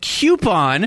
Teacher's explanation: an American pronunciation variant, coupon, with an unhistorical Y sound not justified by the spelling